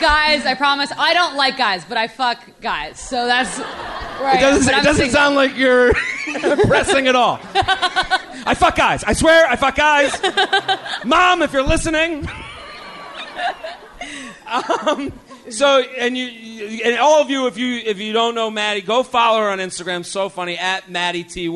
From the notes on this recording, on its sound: LIVE From The Comedy Zone in Charlotte.